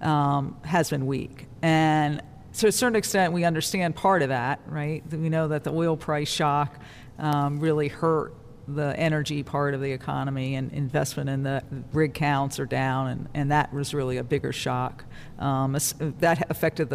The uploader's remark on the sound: Live from the Federal Reserve Bank of Cleveland.